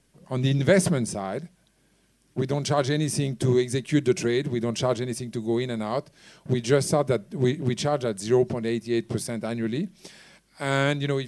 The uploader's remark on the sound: Special thanks to Radio Chinwag for mastering the sound. Recorded at Orange Peel Live Music Bar, Lam Kwai Fong, Central, Hong Kong on 6th May, 2015.